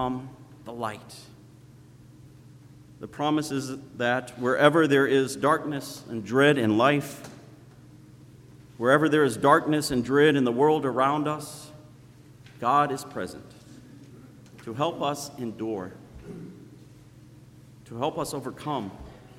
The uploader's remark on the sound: Sermon preached on Sunday, December 1st at Zion Lutheran Church in Muscatine, Iowa.